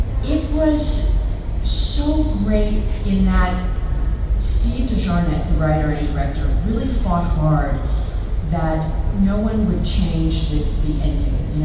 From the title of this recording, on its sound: Panel Gulf Coast Fan Fest 2018